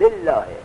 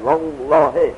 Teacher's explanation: ترقیق یعنی خیلی سبک تلفظ میشد بالله، اما اگر فتح و ذمه باشد والله، همچه دهن پر گفته والله، چه فتح باشد چه ذمه علیه الله همچه پر گفته میشد، اونا بهش میگن تفخیم.